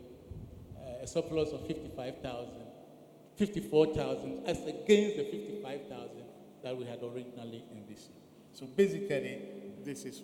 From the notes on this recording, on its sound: Sermon preached at CBC Shiashie